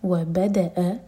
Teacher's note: با پر زور دے کر پڑھا جائے گا اور حمزہ پر کٹ آف ساؤنڈ